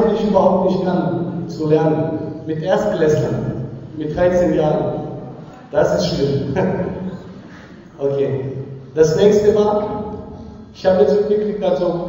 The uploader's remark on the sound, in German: Sechs Flüchtlinge aus Freiburg. Anschließend fand eine Diskussion zwischen Menschen mit und ohne deutschem Pass im Publikum und auf dem Podium statt.